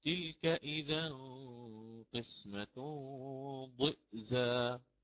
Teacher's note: عوضا أن يأتي بياء مادية بعد حرف الضاد ماذا يفعل؟ ينطق بهمز ساكن محقق